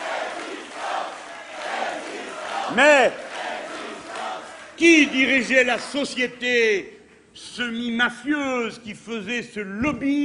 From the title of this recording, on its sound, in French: Meeting de clôture du Remue-Méninges du Parti de Gauche